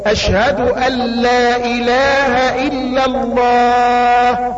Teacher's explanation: هذا مد عارض للسكون، ممكن تمد 6 حركات مفيش مشكلة · نون ساكنة بعديها لام، أشهد أن لا، فبيضغم ما بين النون واللام · Term: إضغام بدون غنة